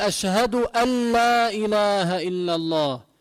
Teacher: لأن النون الساكنة واللام مخرج قريب من بعض، نفس المخرج تقريبا · Term: الإدغام